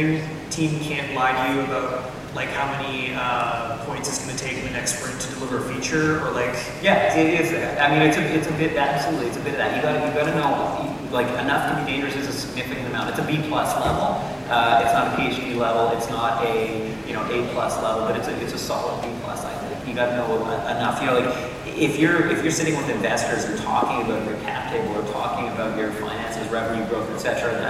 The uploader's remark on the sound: Live from the Toronto Elevate Tech Conference Stage